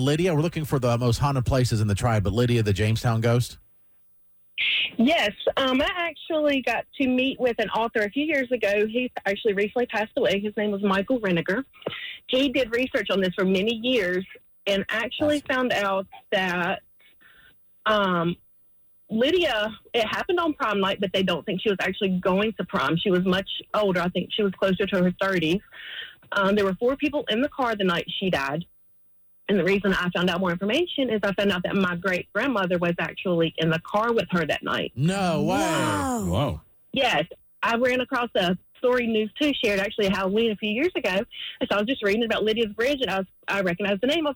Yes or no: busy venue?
no